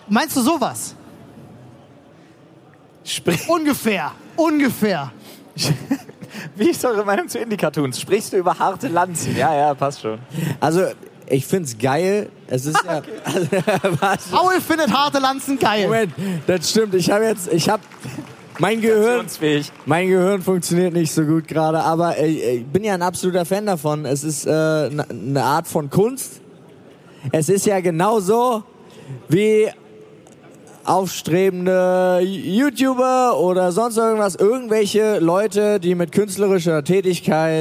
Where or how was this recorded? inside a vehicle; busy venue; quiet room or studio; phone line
busy venue